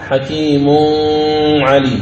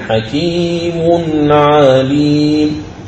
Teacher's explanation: لفظ حكيم منون جاء بعده حرف العين فنظهر التنوين · Shown in: second take · إذن من الخطأ أن تقرأ حكيم عليم، هذا خطأ، لابد أن تظهر هذا التنوين حكيم عليم.